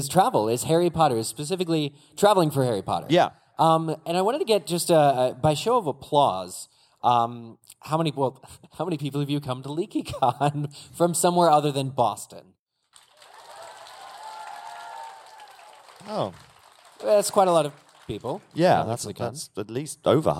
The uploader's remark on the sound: We're live from LeakyCon in Boston. Play a few of our favorite games with the audience.